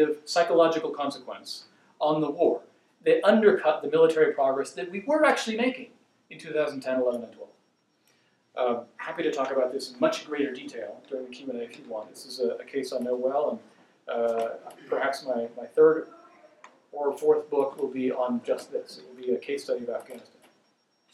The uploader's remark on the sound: This lecture occurred at The Institute of World Politics on February 15, 2017.